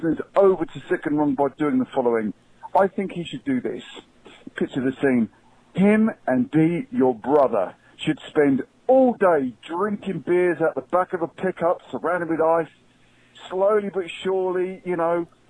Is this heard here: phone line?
yes